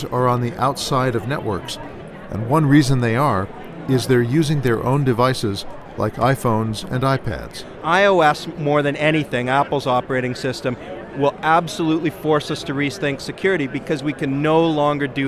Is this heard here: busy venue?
yes